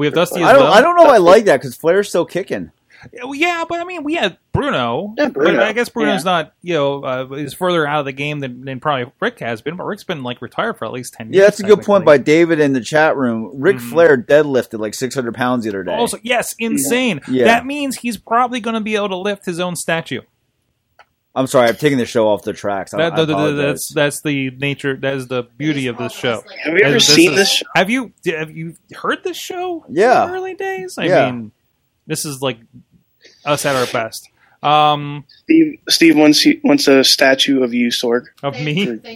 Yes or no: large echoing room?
no